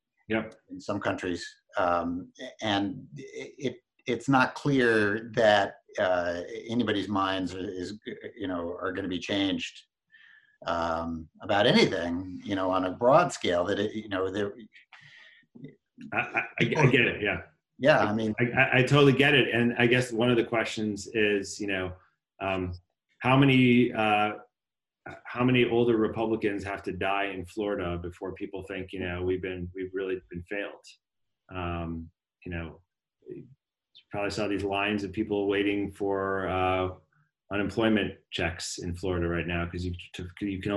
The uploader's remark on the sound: IAH Zoom Talks. Recorded via Zoom.